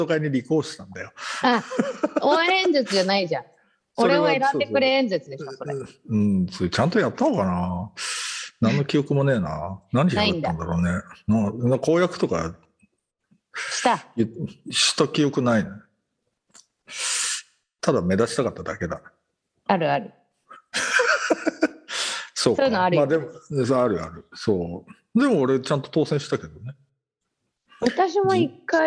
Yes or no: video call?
yes